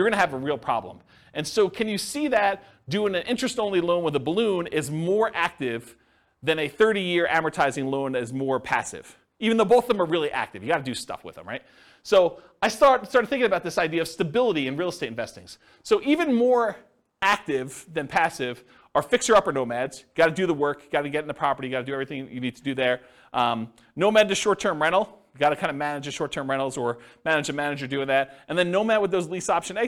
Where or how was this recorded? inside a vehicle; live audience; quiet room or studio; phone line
live audience